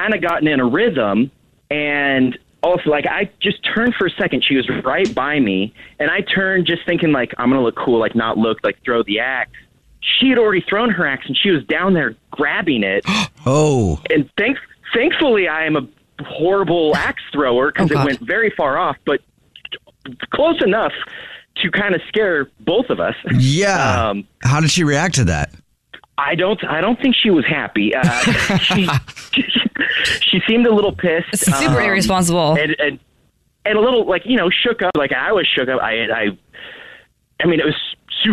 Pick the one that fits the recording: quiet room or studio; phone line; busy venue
phone line